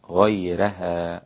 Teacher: ورقق الراء ورش عن نافع